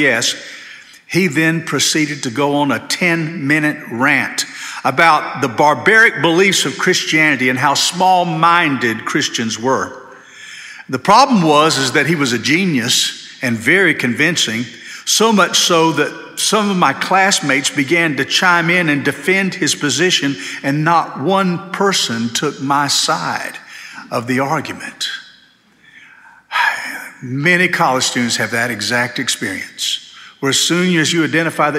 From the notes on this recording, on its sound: This sermon was delivered on June 4, 2023 at First Baptist Church Hendersonville, NC.